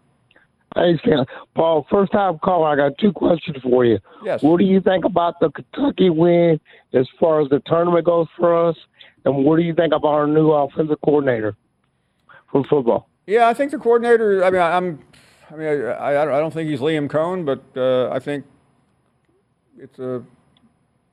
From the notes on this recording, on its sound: more of your phone calls